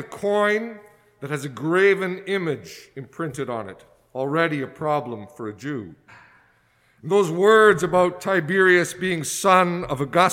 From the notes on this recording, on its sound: excerpts from a sermon preached at St Margaret's Anglican Church in Winnipeg